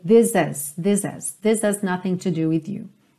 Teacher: você não ouve bem o H, mas o A continua. Então você não tem is totalmente.